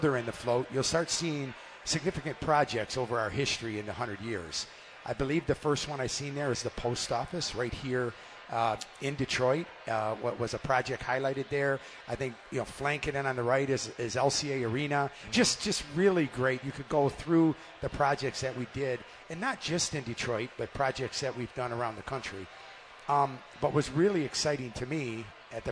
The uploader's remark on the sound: live from the Parade Company Pancake Breakfast